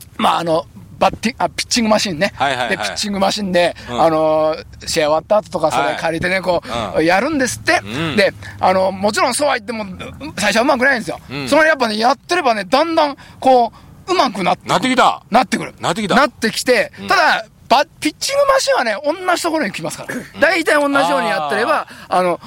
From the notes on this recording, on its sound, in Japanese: 長野県ビーナスラインの霧ヶ峰高原にて。バイクツーリングをして青空対談収録を開催いたしました。